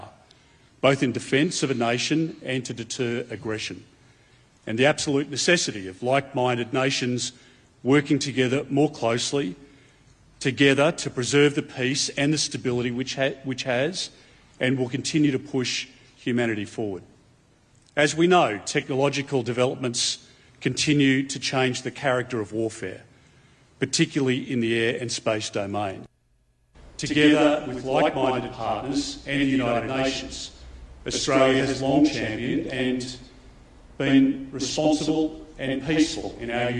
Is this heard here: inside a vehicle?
no